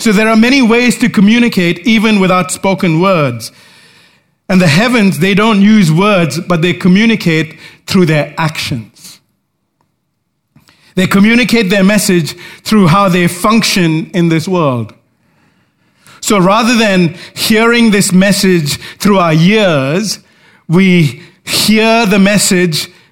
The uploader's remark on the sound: recorded live at Grace Community Bible Church